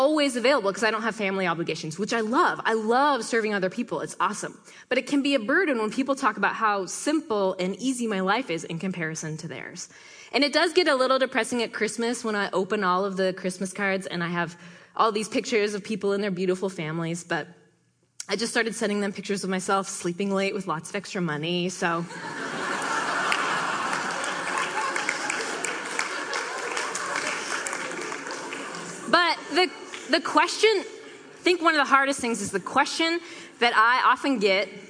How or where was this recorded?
live audience